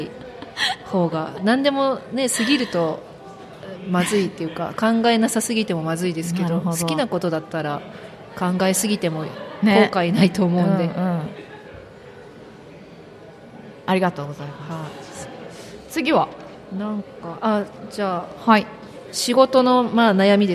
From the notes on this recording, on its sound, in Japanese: 公開収録